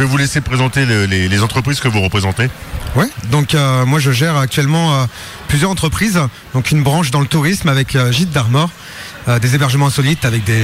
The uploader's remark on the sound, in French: Radio Activ’ était en direct le Jeudi 16 Novembre 2023 de la CCI des Côtes d’Armor pour couvrir l’évenement “LE QUAI DES RESEAUX”. À la CCI Côtes d’Armor à Saint-Brieuc.